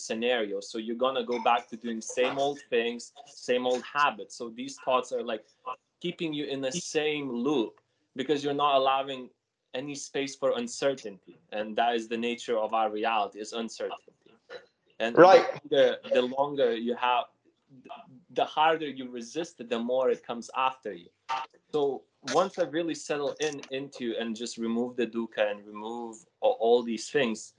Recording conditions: video call